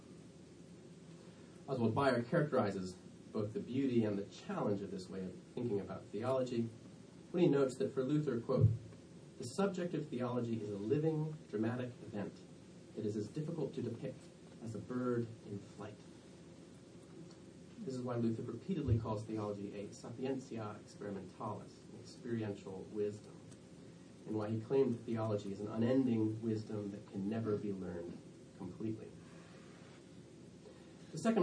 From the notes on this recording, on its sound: Delivered at the 2017 American Academy of Religion conference (AARSBL) in Boston, MA.